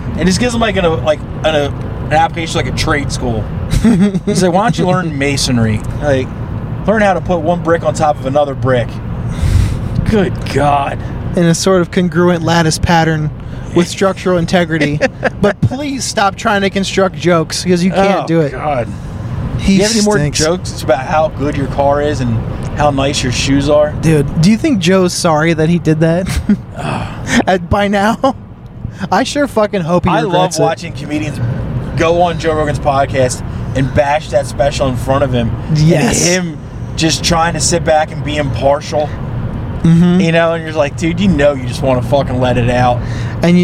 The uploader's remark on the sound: Road pod. On the way home FROM Are You Garbage live at Magooby's (Baltimore).